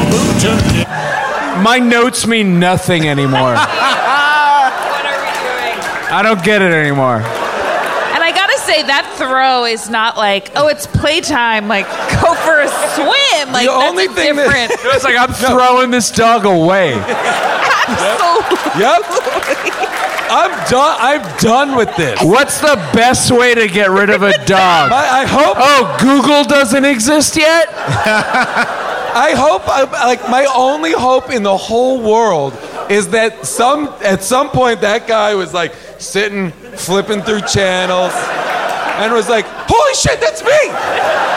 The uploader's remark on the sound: Mr. Nanny: LIVE! Recorded LIVE at Largo in Los Angeles.